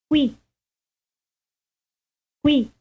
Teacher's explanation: Remember that the initial consonant is not aspirated.